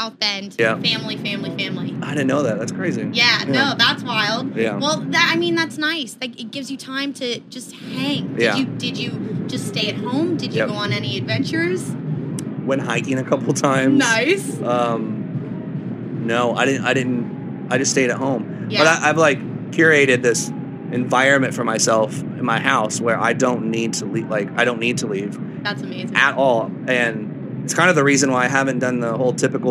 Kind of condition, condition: setting, busy venue